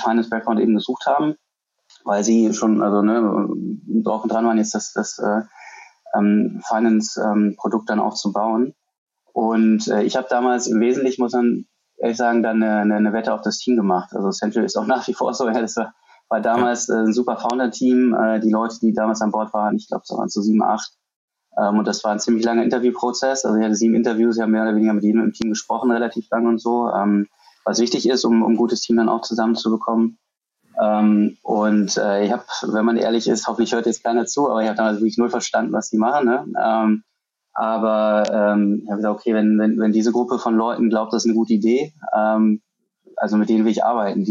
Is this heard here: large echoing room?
no